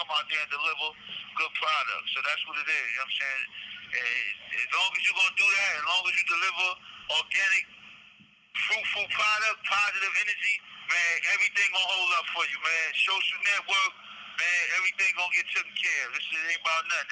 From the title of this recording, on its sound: Phone Interview